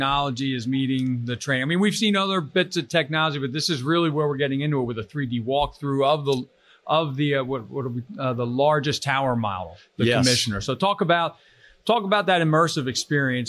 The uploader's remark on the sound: Live at FDIC